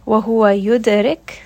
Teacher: dal here is going to have qalqala. It also again has a bounce. Ra in this case is light because it has a kasra.